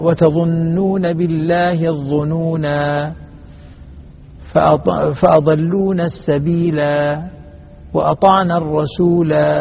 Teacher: إذا وقفنا عليها تثبت الألف فيها، وإذا وصلناها مع ما بعدها تحذف الألف منها